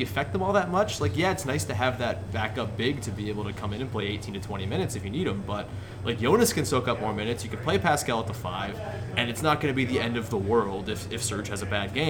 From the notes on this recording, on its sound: Live! From the Home Opener.